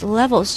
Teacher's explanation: Levels 这个单词注意第一个元音啊是 a 的音，扁口的 a